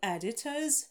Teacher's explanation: ударение на первый слог